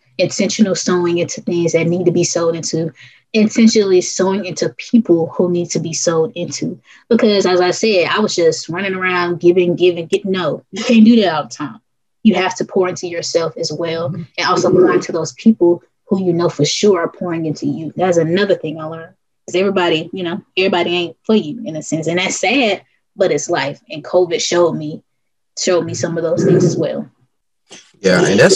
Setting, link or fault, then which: link, video call